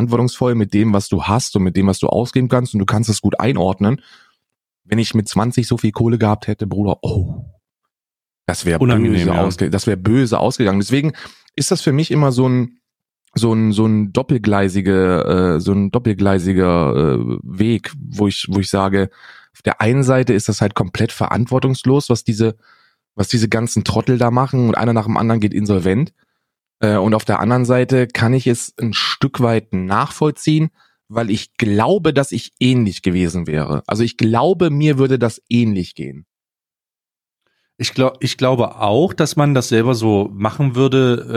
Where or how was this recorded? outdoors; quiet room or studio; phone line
quiet room or studio